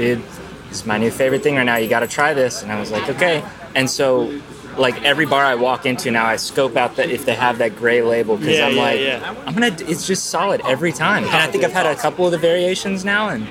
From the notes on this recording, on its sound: At this year's Kentucky Bourbon Festival